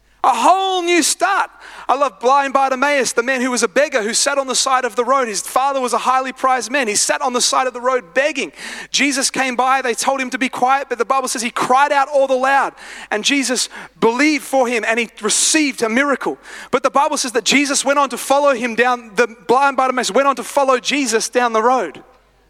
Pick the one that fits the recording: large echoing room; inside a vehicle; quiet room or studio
large echoing room